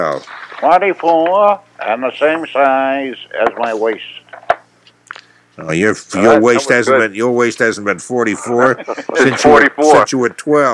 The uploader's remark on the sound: I’m on the phone from MC.